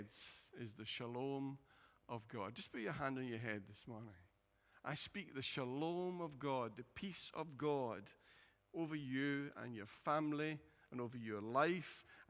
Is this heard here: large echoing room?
yes